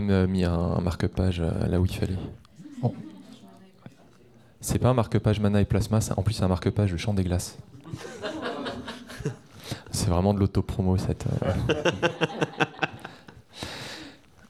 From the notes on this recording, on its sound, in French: Lors du festival des Intergalactiques à Lyon